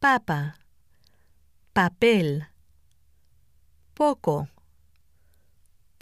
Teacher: The P is pronounced like the English P, but without the strong puff of air.